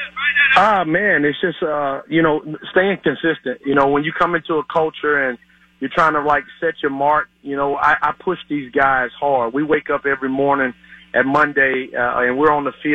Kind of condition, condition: link, phone line